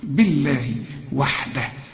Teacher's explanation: خد بالك ان الميم هنا مكسورة عشان تقول تؤمنوا، في ناس تؤمنوا، لا تؤمي، تؤمنوا بالله. ما دام الباء مكسورة لفظ الجلالة مرقق، بالله وحده.